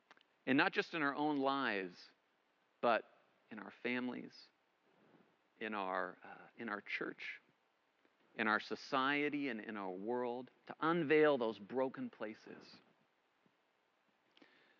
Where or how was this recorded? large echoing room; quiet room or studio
large echoing room